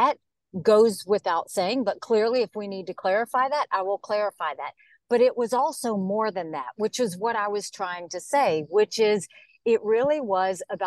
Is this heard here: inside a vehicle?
yes